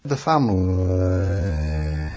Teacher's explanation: The other thing to note is that this is changing in different parts of the world, and that in the UK in particular, this final sound is tensing. It's becoming more of an E sound. · Term: happy tensing